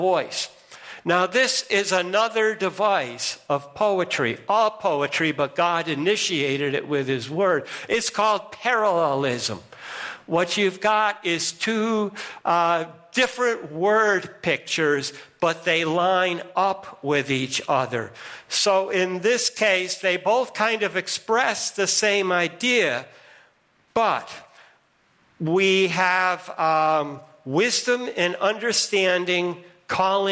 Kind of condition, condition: setting, large echoing room